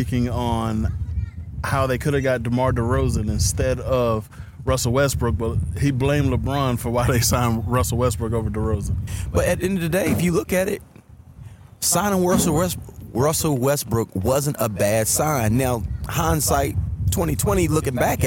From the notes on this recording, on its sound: in this episode we outside again at The Premier Sports Academy